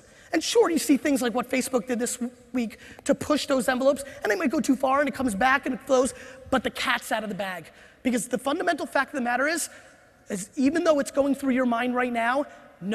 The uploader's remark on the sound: This keynote I gave at the INC 500 seminar